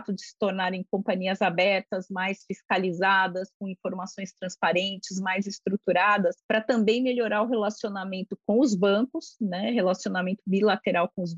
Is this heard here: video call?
yes